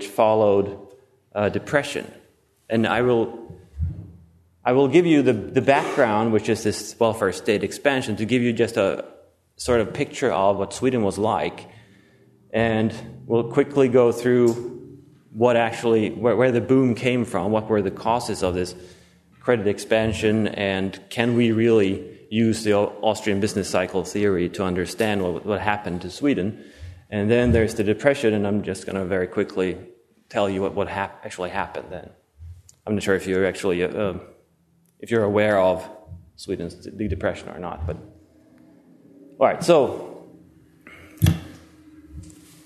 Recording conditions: large echoing room